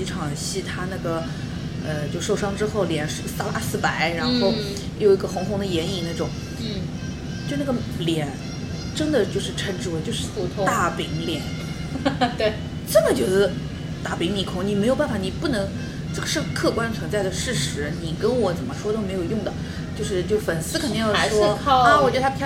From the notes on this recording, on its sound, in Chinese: 本次录制花费：洋风炭火屋 398元，整2期！